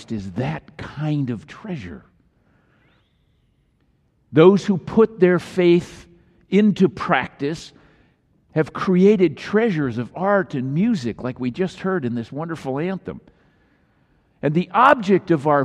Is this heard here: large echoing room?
yes